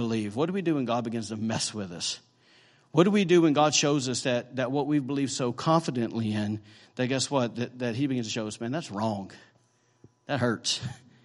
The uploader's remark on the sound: During morning service at Celebration Life Family Church.